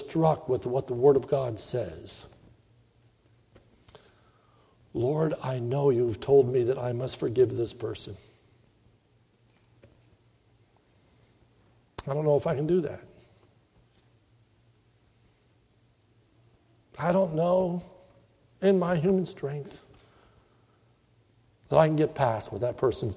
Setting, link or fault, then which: setting, large echoing room